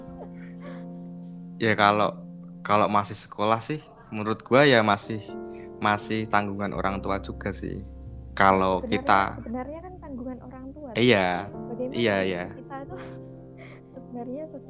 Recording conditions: uneven or low level